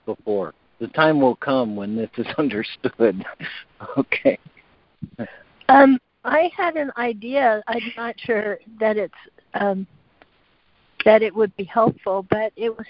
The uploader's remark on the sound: ACIM Daily Conference Call